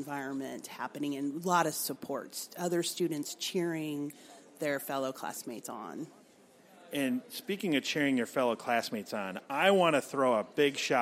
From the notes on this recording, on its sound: LIVE from McGraw-Hill Education Booth! Interview HAPS attendees. Feel the energy of the event.